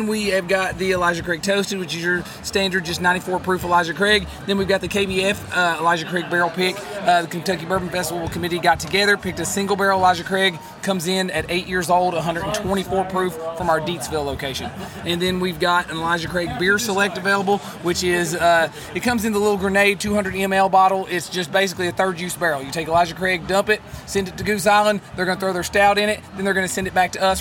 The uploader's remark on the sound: Kentucky Bourbon Festival Recap, we jaunt our way through the festivities to hunt down some exclusive bottles, speak with more amazing distillers, and hear some mighty fine piping.